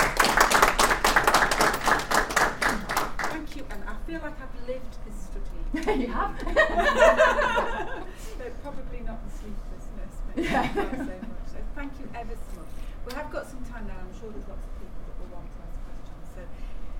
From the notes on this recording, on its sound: The Northern Mental Health Nursing Qualitative Research Forum meets three times a year. The following session was recorded at their first event on Friday 13 May.